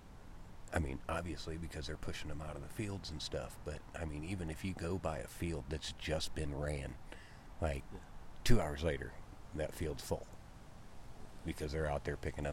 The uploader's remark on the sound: Live from the treestand. Have a live podcast in the stand on a new urban piece.